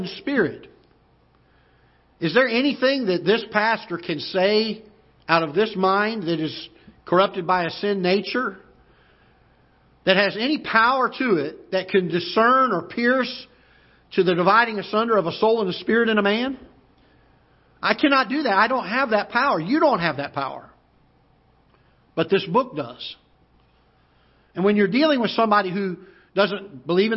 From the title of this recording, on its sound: Ketha Heights Baptist Church ~ Live Broadcast